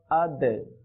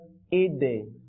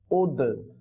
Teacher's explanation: আচ্ছা আমরা জানি যে এই অধ্যায়ের মাধ্যমে জানার আমাদের সুযোগ হয়েছে আলহামদুলিল্লাহ যে দাল সাকিন কে কিভাবে পড়তে হয়, কলকালা করে পড়তে হয়